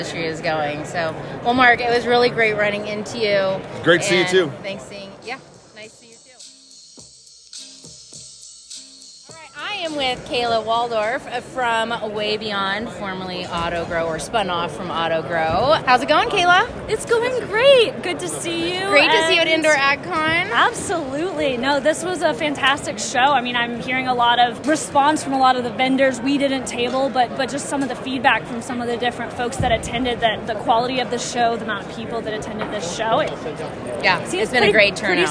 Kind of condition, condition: setting, busy venue